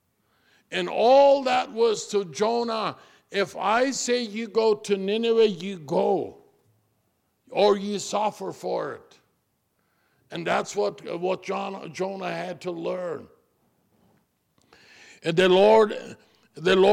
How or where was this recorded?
large echoing room